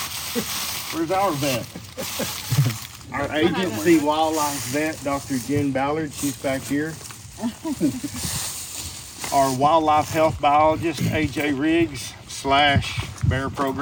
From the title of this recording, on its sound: LIVE from a Bear's Den